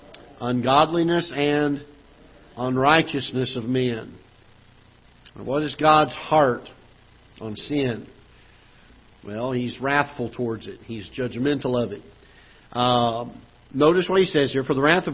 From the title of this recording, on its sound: Ketha Heights Baptist Church ~ Live Broadcast